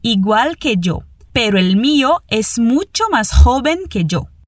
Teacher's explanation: Quero que você preste atenção à pronúncia do L ao final nas palavras igual e el. É mais exagerado mesmo, sem fazer som de U.